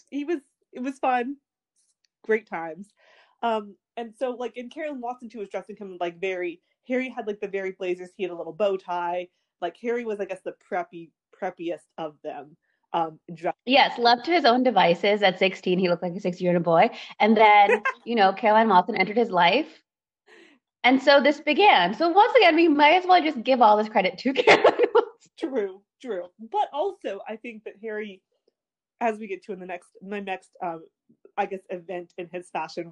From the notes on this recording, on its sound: We would apologize for all technical glitches